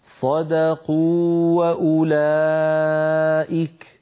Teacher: ولا نذهب المد الذي في الواو الأولى